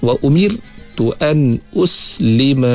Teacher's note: ra' yang nipis pula, ra' yang mati sebelum dia berbaris di bawah